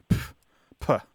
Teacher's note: So there's this sharp, plosive sound that you make when you are reacting dismissively. So you go, like it's a sharp exhalation of air with a P sound at the beginning, like, puh.